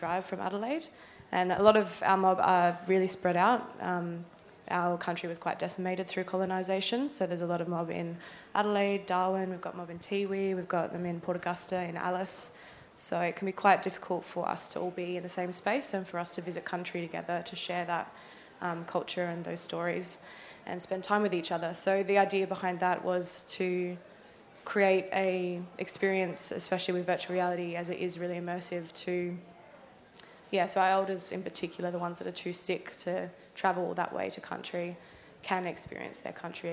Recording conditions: live audience